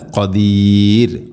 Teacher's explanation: ഖദീർ എന്നല്ല ഖദീർ, റാഇനെ നേർപ്പിക്കണം